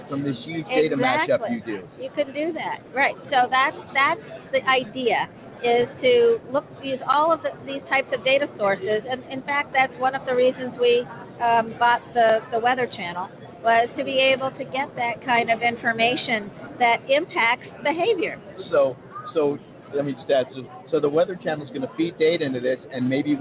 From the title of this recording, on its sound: Live From HiMSS 2016: Day Two